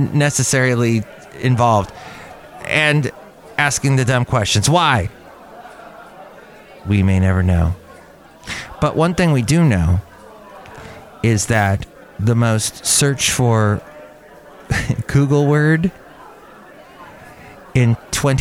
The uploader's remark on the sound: Podcasts live from Cafe Anyway.